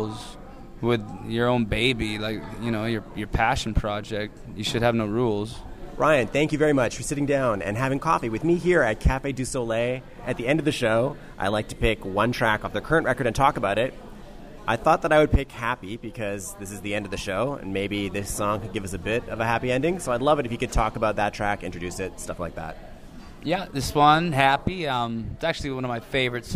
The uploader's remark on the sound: meet me at Cafe Deux Soleils, Commercial Drive’s legendary vegetarian eatery